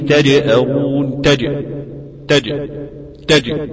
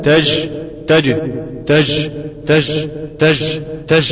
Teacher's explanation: الهواء ده بيحول بين الالتصاق المحكم ما بين وسط اللسان وبين الحنك الاعلى، وده بيخلي في الجيب شيء من الرخاوة، وهذا ليس من الصحة في شيء، فإن الصحيح أن تكون الجيم شديدة · Shown in: first take